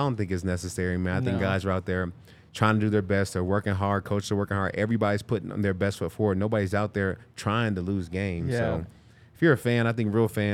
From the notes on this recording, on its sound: coming to you LIVE from the DNVR Bar